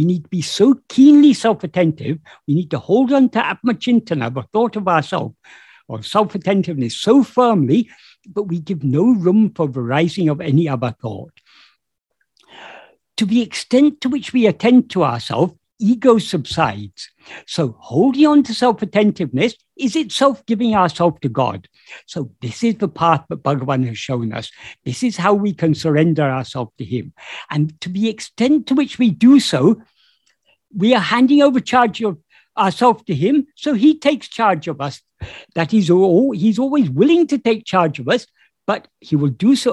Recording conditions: video call